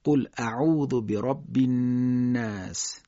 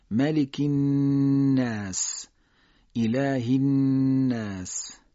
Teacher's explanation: نون مشدد قنه داره، صدا رو میکشیم